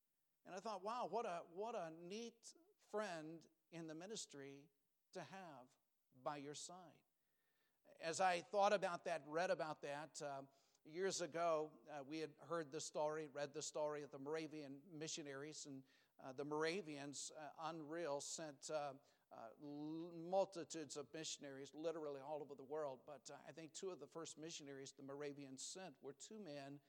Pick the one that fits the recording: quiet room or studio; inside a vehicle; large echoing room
large echoing room